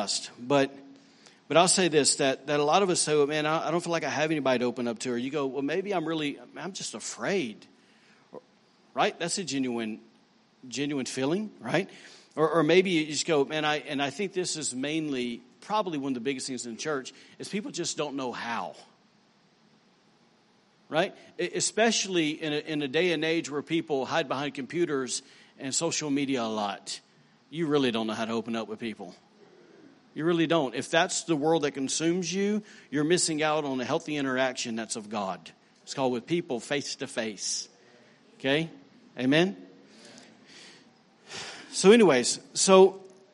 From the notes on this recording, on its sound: recorded on Sunday, June 3, 2018, during service at The Anchor Church in Rockport, Maine.